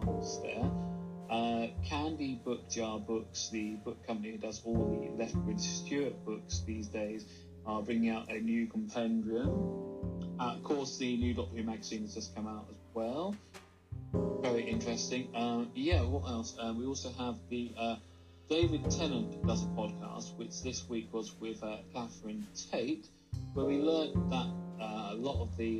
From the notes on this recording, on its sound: I apologise that the sound is not great on Waze but didn’t have a microphone then.